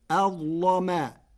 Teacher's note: قرأ ورش كلمة أظلم بتفخيم اللام، فتصير أظلم لمجاورتها حرف الاستعلاء.